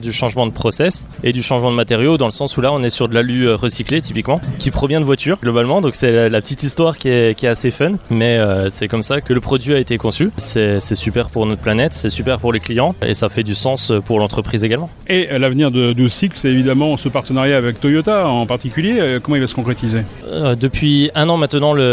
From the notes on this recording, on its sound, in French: lors du Cargo Bike Festival à Lyon